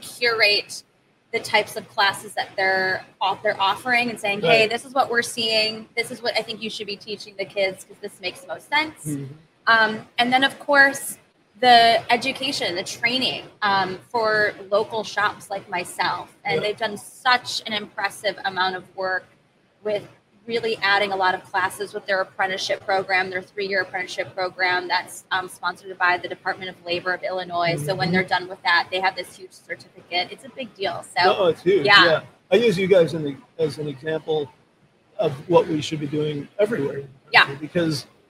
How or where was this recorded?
busy venue